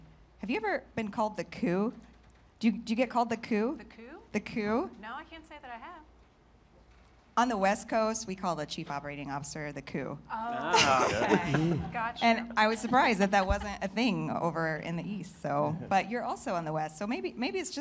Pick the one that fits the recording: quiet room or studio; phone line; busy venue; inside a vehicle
busy venue